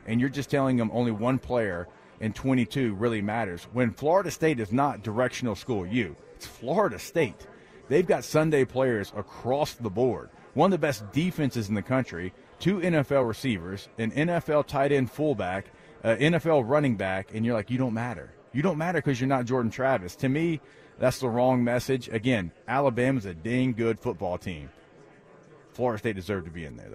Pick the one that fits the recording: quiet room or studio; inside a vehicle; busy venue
busy venue